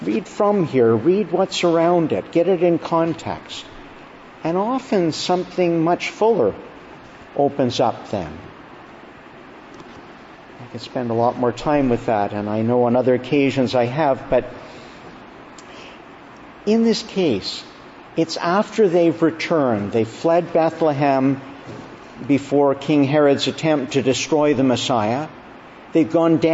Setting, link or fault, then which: setting, large echoing room